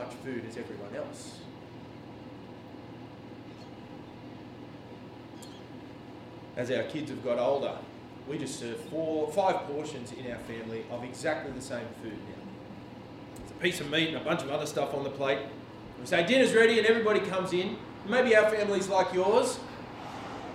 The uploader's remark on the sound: This sermon was preached on 11 June at all services of Helensburgh and Stanwell Park Anglican Church.